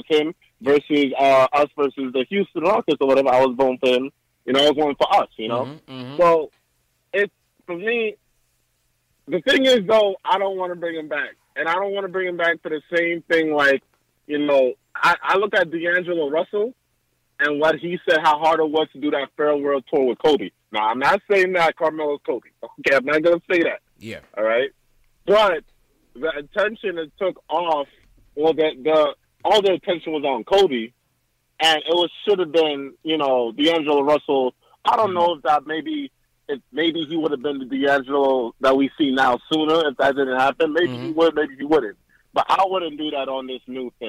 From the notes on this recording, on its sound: take live phone call reactions from fans around the world